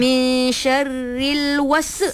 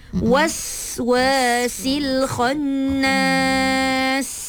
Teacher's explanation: Bunyikan sofir pada sin. · Shown in: second take